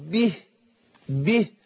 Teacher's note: يبقى هنا ناخد بالنا كلمة به حتى لو وقفت عليها في أي مكان في القرآن أخد بالي أبين كسر الباء والهاء مرققة